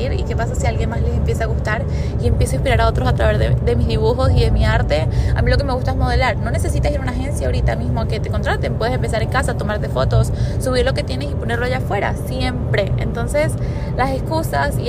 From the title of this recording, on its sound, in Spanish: grabado en el carro